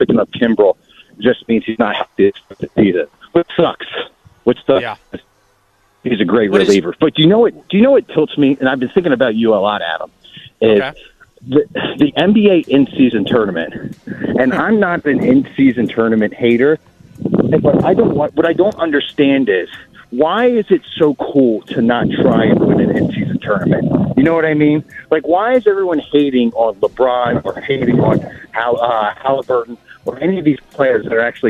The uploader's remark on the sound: We continue to breakdown the Richmond Christmas parade with a caller who was live on the scene.